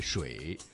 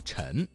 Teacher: 翘舌音声母知吃诗日的字有水淹的水、陈塘关的陈这两个字